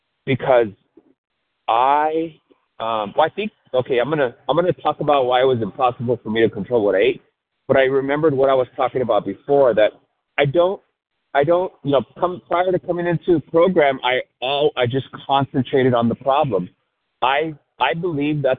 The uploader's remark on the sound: 100 Pounders Phone Meeting